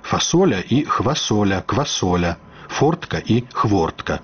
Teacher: У некаторых словах, запазычаных даўно і асвоеных народнаю мовою, адбылася натуральная замена чужога гуку «ф» на свойскія «х», «хв», «кв», «п».